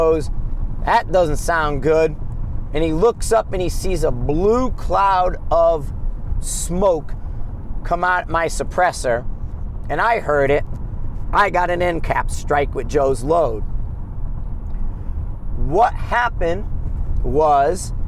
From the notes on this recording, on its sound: Driving Back from Gunsite, a road trip episode